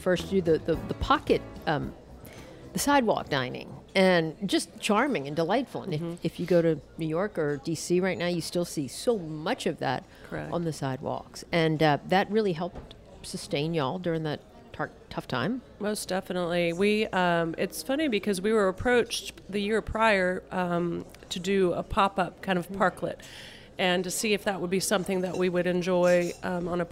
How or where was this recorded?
busy venue